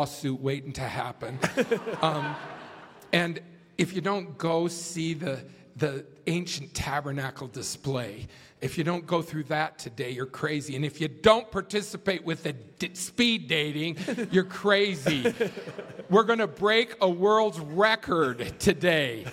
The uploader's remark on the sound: At the Together in Christ YSA Conference in Salt Lake City. This episode was filmed in front of a live audience and the video can be seen on You Tube.